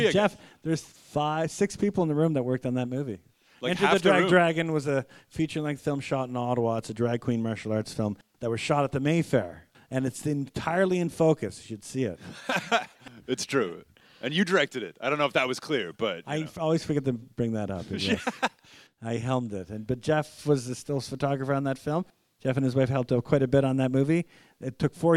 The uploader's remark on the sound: Record a podcast in front of an audience at Ottawa Comiccon!